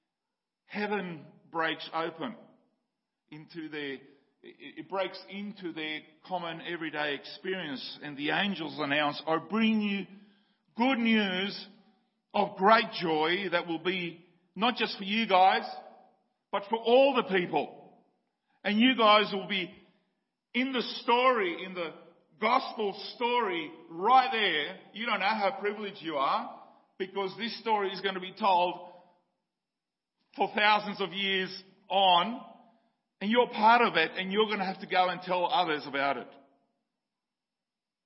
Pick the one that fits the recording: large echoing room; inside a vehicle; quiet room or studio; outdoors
large echoing room